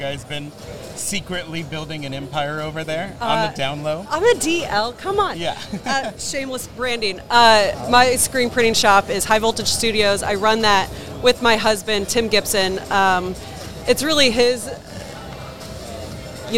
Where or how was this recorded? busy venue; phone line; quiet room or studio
busy venue